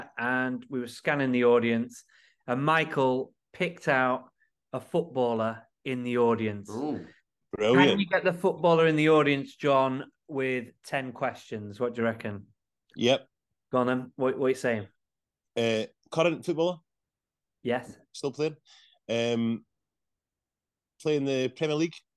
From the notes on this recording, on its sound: for a quick zoom this week